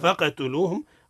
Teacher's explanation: قلقلة القاف لأن القاف ساكن وهو من حروف القلقلة الخمس